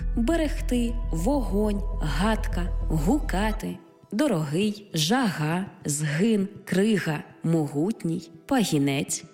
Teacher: Буква «Г» передає на письмі глотковий, щелинний, приголосний.